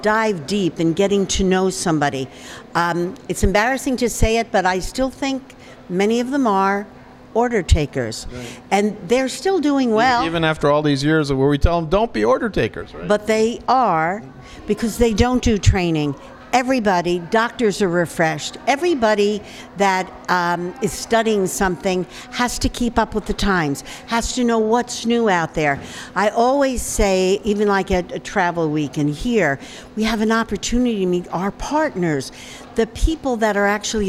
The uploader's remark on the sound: at this month’s Embark Immersion conference at the NIZUC Resort and Spa in Cancun